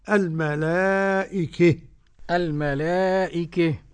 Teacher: وإذا وقف حمزة يسهل الهمزة مع المد والقصر، والكسائي يميل هاء التأنيث وما قبله